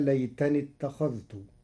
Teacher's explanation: قرأ ورش كلمة اتخذت بإدغام الذال في التاء، حيث إنهما متقاربان صغير وحكمه جواز الإدغام فتصير يقول يا ليتني اتخذت مع الرسول سبيلا.